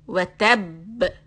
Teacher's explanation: when you stop on ba and it has a shadda, then you will do the qalqala, but this qalqala will be the heaviest. Watab. So I'm pressing the lips and then opening it.